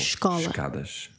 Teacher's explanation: The E is almost always dropped. And all you hear is a SH sort of sound at the beginning of word.